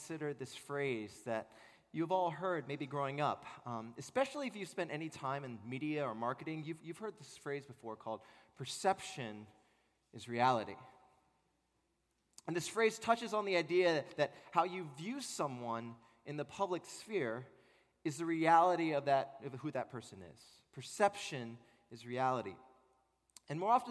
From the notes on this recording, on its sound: At Redeemer Presbyterian Church in Charleston, SC